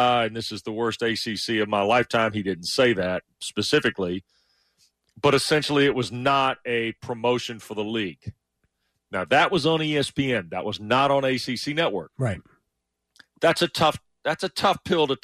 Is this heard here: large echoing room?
no